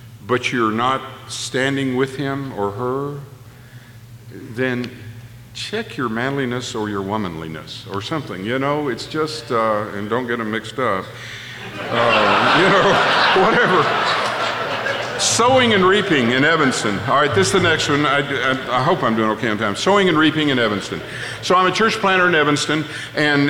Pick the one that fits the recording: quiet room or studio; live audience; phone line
live audience